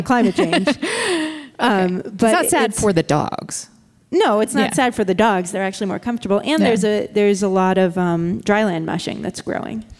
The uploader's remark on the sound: At Cap Times Idea Fest in Wisconsin in front of a live studio audience.